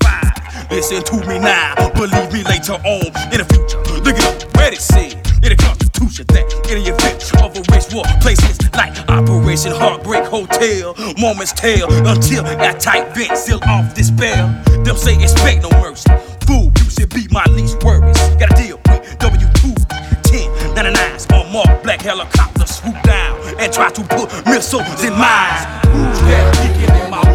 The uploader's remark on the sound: recorded at Candy Shop, Paris 23-03-17